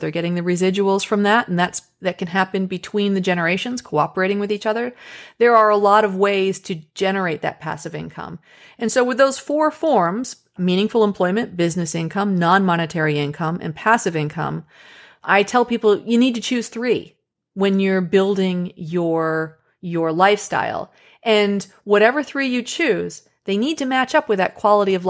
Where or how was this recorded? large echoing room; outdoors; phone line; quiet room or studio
quiet room or studio